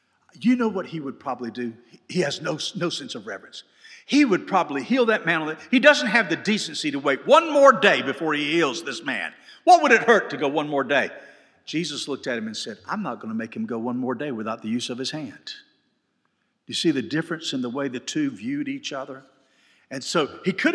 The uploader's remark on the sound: This podcast was recorded live at FBC Hendersonville, NC during the Wednesday night Bible study.